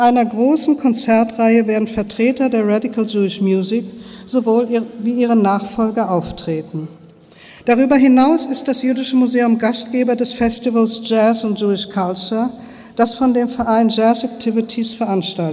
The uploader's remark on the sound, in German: Mitschnitt der Eröffnung Ausstellung radical jewish culture in Berlin